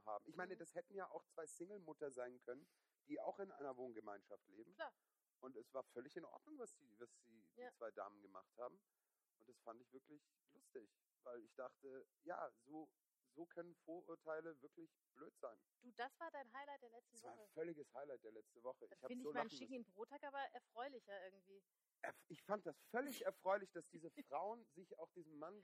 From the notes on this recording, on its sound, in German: Die mit den Bidets & der schlechten Tonqualität! Es ist quasi das Prequel aller Prequels...nur halt in ganz geschissener Tonqualität.